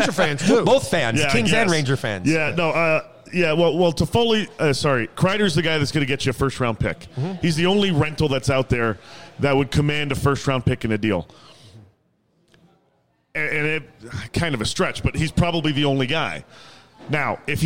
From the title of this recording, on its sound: Kings Of The Podcast LIVE from Colorado Springs